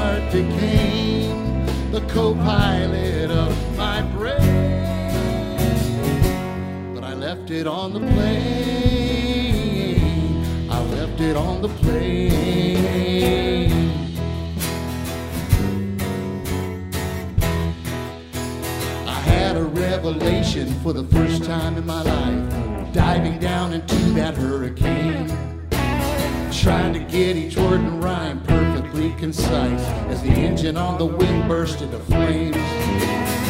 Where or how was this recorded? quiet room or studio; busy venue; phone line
busy venue